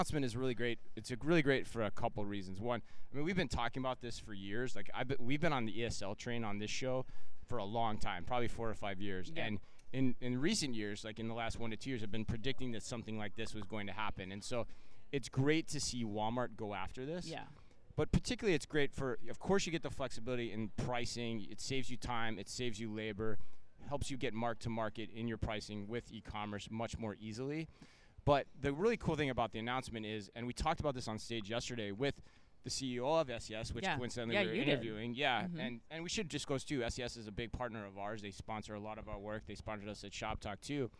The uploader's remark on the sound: In the latest edition of the Omni Talk Fast Five live from Shoptalk Europe in Barcelona.